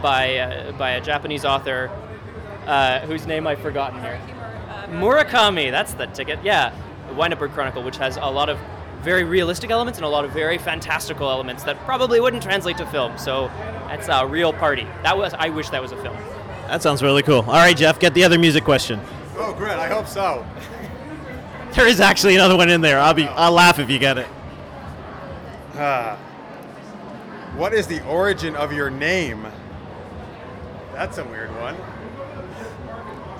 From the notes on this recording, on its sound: All live from Toronto Fan Expo